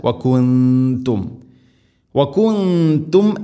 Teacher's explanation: തക്ഫുറൂന ബില്ലാഹി വകുന്തും, വകുന്തും സാക്കിന നൂനിന് ശേഷം ത, നൂനിനെ അവ്യക്തമാക്കി മണിക്കണം · Term: ഇഖ്ഫാ ബിഗുന്ന